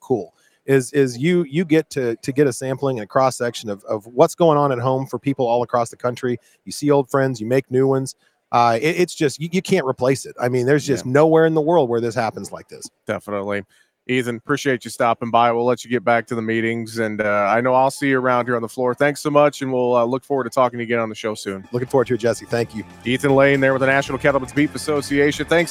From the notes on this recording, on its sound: we are live from the Cattle Industry Convention and NCBA Trade Show in Orlando, FL